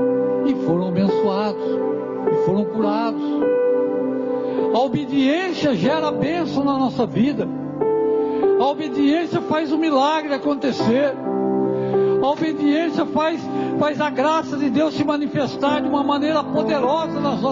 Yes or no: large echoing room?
yes